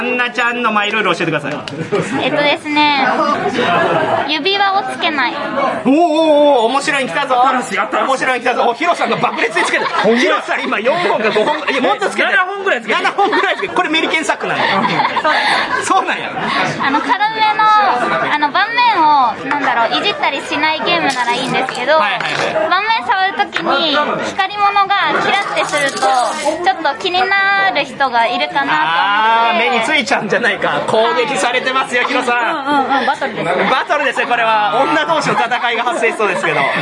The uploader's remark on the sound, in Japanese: 店内収録のため、騒音雑音が激しく入っております。